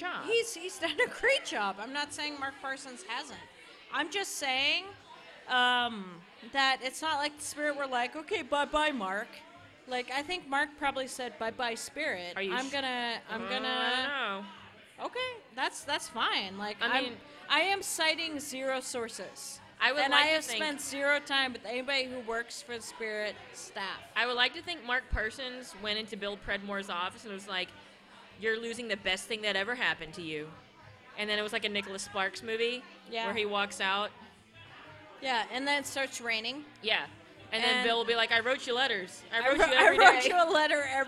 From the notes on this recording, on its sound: A special episode recorded the night before the NWSL championship, live at Kells!